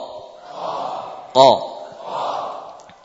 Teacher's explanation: huruf qaf adalah huruf dari pangkal lidah. Ini sudah di bagian mulut